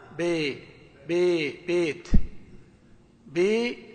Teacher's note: ما يقولون باء بالفتحة الخالصة ولا بي بالكسر الخالصة، يقولون ها بي بي بيت بي، لا باء ولا بي بي، هذه إمالة.